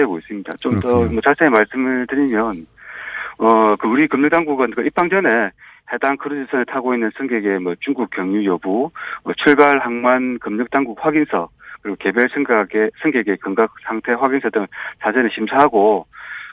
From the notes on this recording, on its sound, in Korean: 전화연결